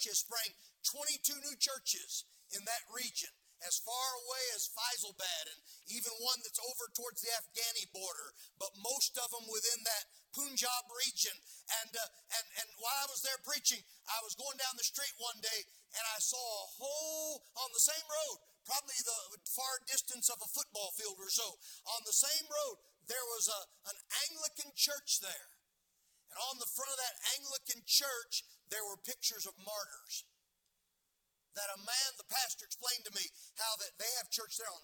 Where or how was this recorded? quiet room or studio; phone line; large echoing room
large echoing room